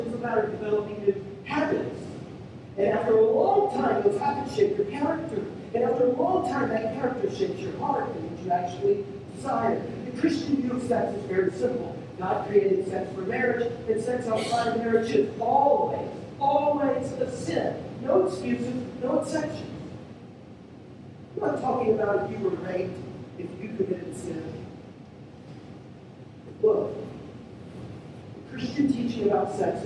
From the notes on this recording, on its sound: We're sorry for the poor sound quality of this recording. Thank you for being patient with us as we figure out these sound issues.